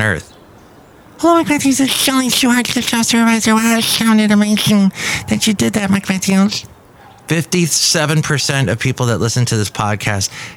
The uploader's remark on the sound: podcasts live from Café Anyway